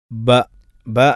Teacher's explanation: ഇത്ബാഖു ഷഫത്തൈൻ, ചുണ്ടുകൾ ചേർത്ത് പിടിച്ചുകൊണ്ടായിരിക്കണം പറയേണ്ടത്